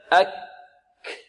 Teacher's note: الكاف شديدة مهموسة، الشدة انحباس صوت، والهمس جريان نفس.